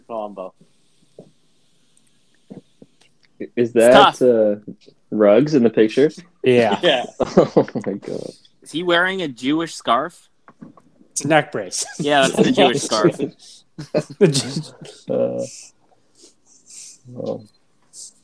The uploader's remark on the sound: Technical Difficulties